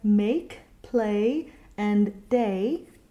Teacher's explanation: So in words like make, play, and day, make sure that the primary vowel is the more closed lowercase e · Term: closed E